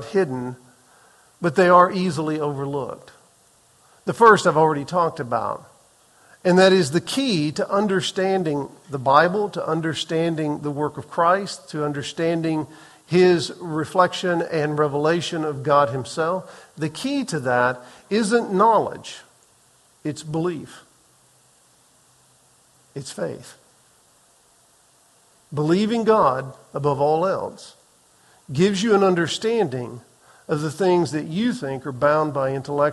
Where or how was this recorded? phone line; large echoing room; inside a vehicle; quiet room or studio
large echoing room